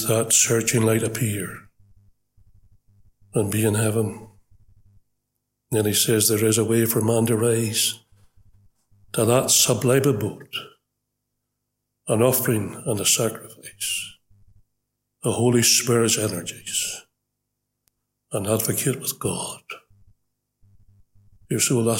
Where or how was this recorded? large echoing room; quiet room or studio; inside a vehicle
large echoing room